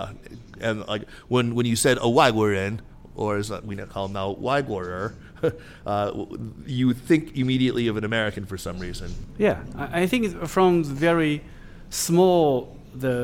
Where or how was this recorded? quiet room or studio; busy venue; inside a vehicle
busy venue